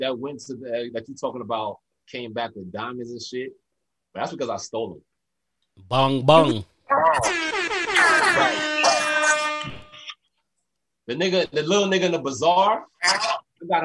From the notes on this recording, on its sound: Despite the “Social Distancing” via zoom.